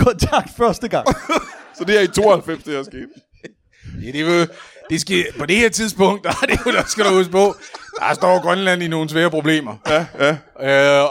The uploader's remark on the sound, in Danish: LIVE fra Kolding